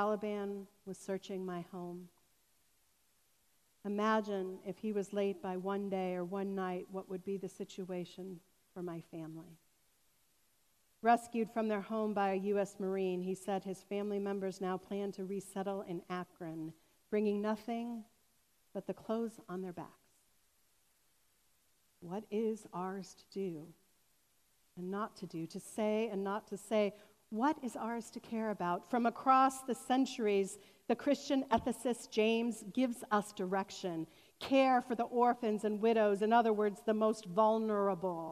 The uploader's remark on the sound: This sermon was recorded on August 29, 2021 at Fairmount Presbyterian Church in Cleveland Heights, Ohio.